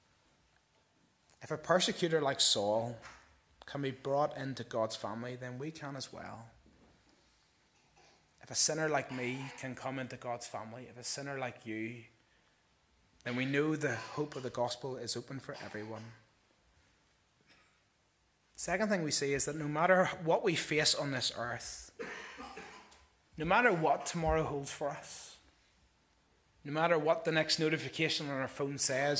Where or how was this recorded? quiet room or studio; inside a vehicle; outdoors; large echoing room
large echoing room